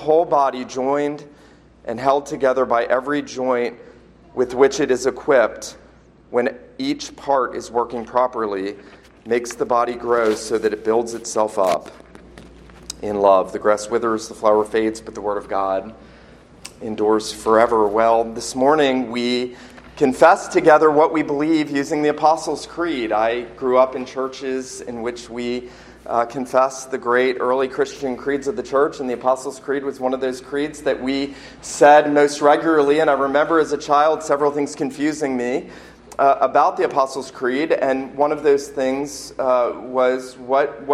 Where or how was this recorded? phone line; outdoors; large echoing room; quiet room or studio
large echoing room